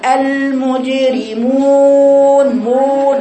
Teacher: ضمة الميم لم اضمها اتمام، فاستعلى صوتي بيها